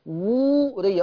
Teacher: هدي الواو الماديه حقها حركتين